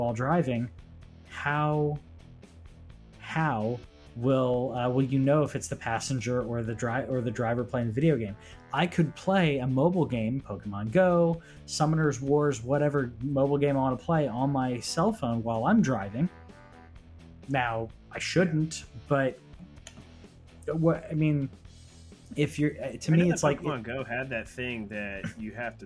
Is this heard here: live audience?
no